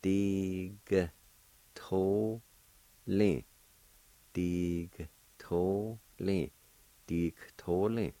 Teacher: Same thing in this word, the A with the G would be silent, and you can pronounce the G sound with the D-I like this. And again, when the vowel sign is dropped, the G sound is going to sound like a K sound